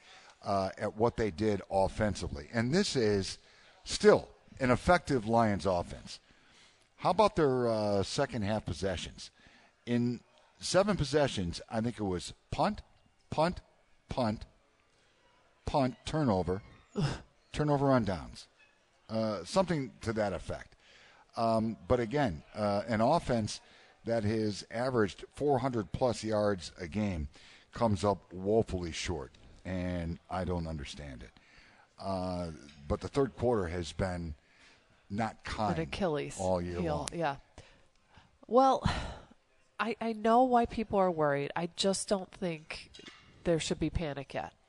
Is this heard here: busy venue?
yes